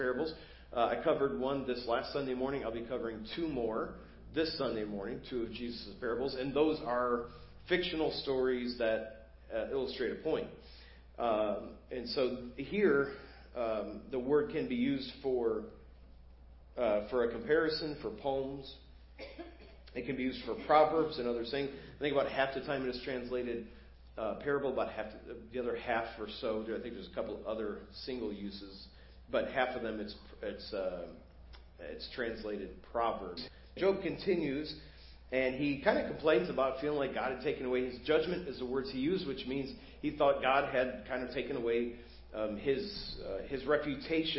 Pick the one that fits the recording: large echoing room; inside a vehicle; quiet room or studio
large echoing room